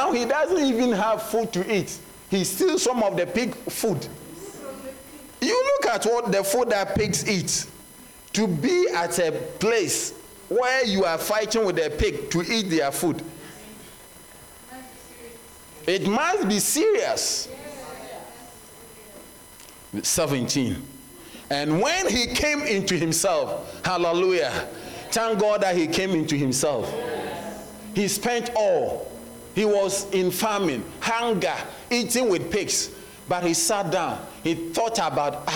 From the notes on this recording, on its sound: Sermon delivered on Sunday, February 11, 2024, at Serious Christian Church in Bellville, South Africa.